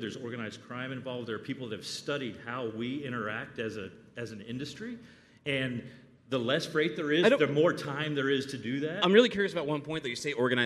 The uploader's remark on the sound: coming to you live from day 2 at FreightWaves’ Future of Freight Festival